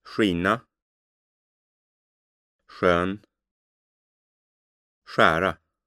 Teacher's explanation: In front of these vowels, SK is something like English SH in shirt, but with distinct lip rounding